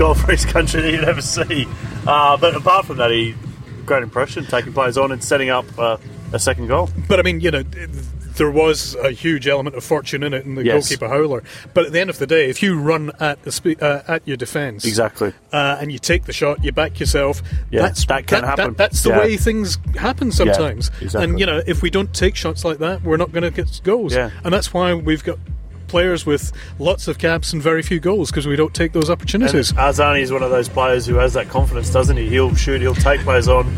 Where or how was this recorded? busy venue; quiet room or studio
busy venue